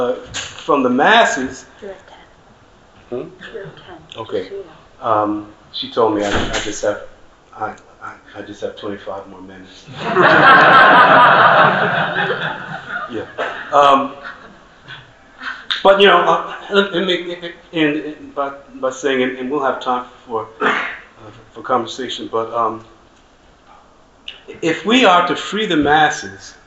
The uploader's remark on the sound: session recorded at Socialism 2022